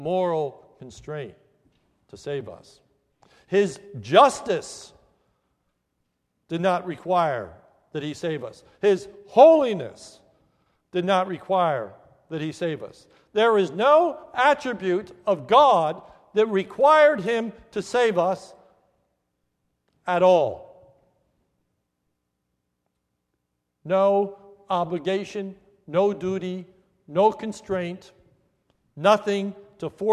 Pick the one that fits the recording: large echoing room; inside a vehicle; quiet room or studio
large echoing room